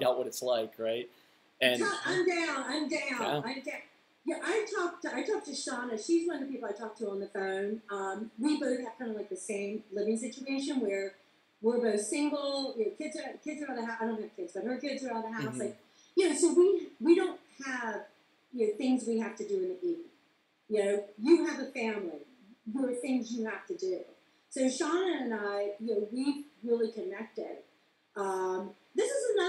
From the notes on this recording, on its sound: Apologies for my noob podcaster A/V problems.